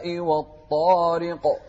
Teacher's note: القاف هني والقلقلة عموما أقرب إلى الفتح، ما نقول الطارق.